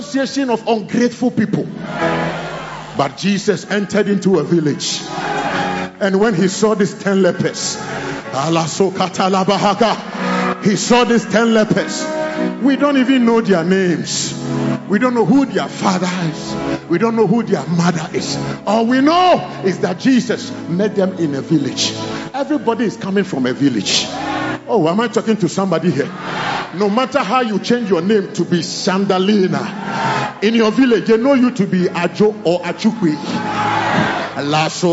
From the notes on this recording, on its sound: Preached at the He Gave Gifts Unto Men Convention (Day 2 Session 1) - The Makarios Cathedral, HQ